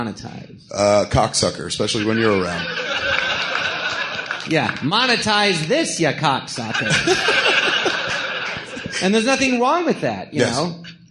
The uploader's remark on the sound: Recorded live at the Jon Lovitz Podcast Theatre.